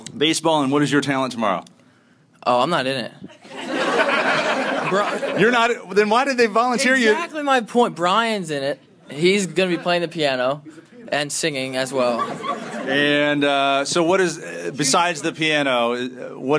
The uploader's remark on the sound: Live from Lock Haven University. We begin with a live audience at Lock Haven University to honor the students for their work with the Make A Wish Foundation.